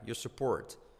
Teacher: Mira que el your, la R decae.